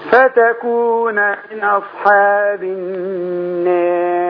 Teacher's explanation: الألف المقللة يتبعها ترقيق الراء